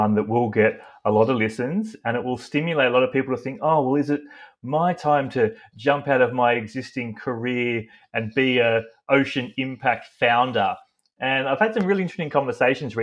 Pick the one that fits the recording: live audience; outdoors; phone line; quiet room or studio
quiet room or studio